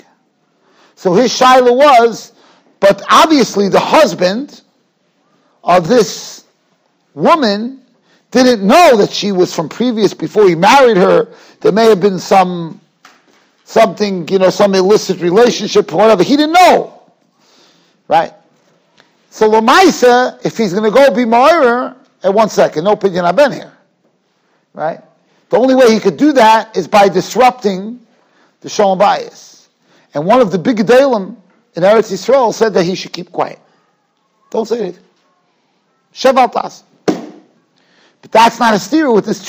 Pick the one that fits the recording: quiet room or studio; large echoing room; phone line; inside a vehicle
large echoing room